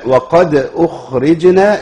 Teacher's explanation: القلقلة بس تبان وصوت الخاء الساكنة ما يشوبوش أي حركة